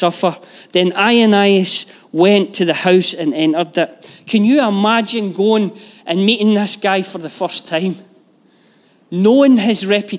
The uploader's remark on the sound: Live from our Sunday gathering on 20/11/22